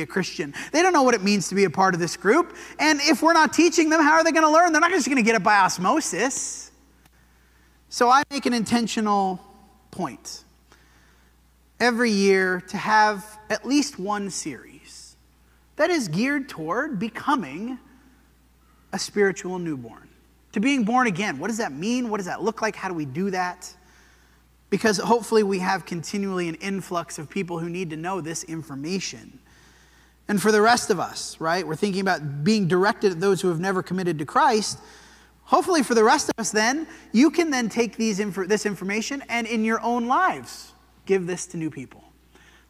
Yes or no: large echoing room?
yes